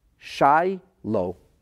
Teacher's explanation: It's got all the syllables. Shiloh, just make a little cut between shy and low. It's two words recited as one, as a name.